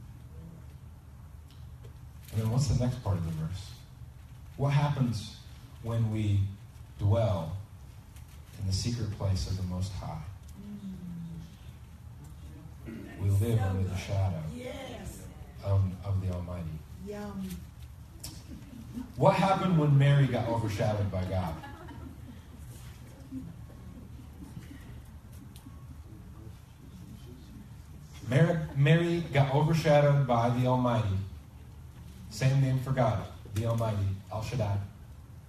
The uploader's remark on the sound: Please excuse the poor quality of this recording. We had some technical difficulties this Sunday.